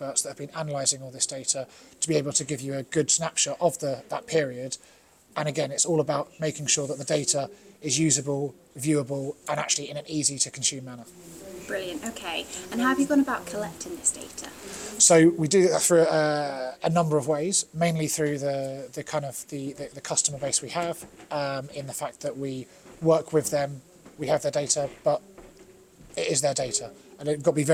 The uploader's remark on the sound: Attends the CropTec Show. All recorded from The CropTec Show in Stoneleigh.